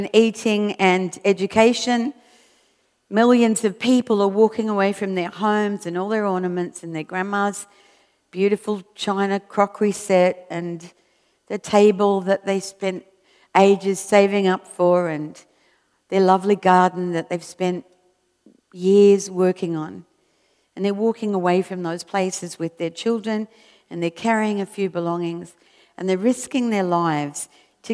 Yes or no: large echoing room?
yes